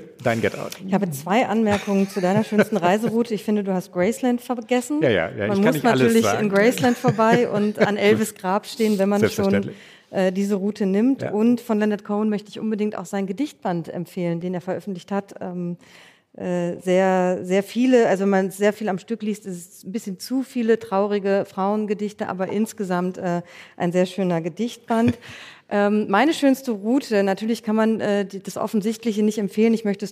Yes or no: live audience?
yes